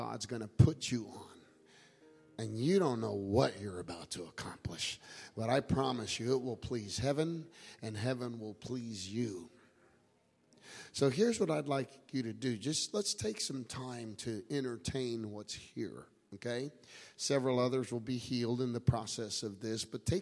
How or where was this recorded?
large echoing room